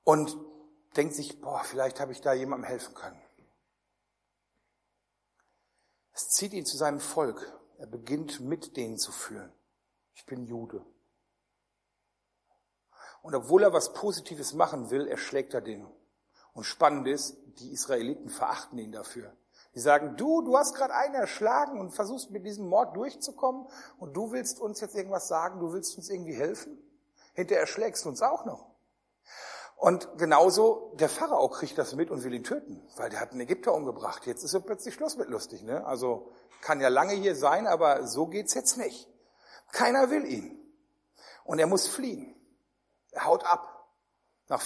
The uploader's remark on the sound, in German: Der erste Teil einer Predigtreihe die im Rahmen einer Jugendmitarbeiterschule gehalten wurde